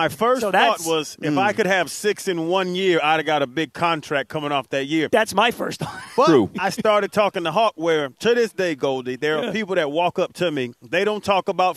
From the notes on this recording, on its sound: live at Amerant Bank Arena